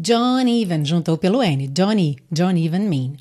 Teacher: E don't even mean, don't even, juntou pelo N